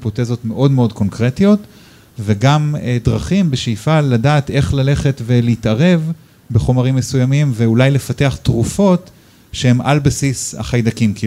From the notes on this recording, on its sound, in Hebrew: פרק בונוס לייב. הפרק הוקלט מול קהל חי בבר בתל אביב.